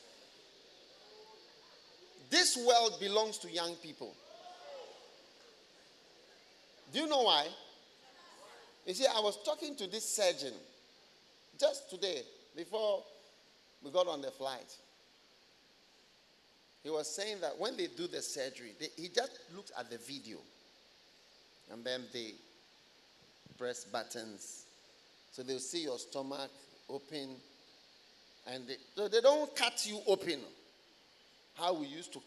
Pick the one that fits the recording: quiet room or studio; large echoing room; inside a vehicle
large echoing room